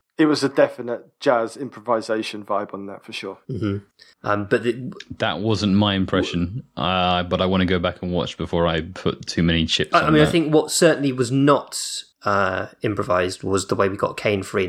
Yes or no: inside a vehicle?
no